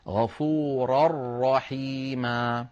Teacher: غفورا رحيما، غفورا آخرها تنوين، رحيما أولها راء والراء من حروف الإدغام الكامل الإدغام بلا غنة، لذلك وضعت اللجنة فوق غفورا تنوينا متعاقب متتابعا هكذا، وفوق الراء شدة وفتحة، وفوق الراء شدة وفتحة، دلالة هذه الشدة دلالة على أن هنا الإدغام إدغام كامل ولا يبقى شيء من النون.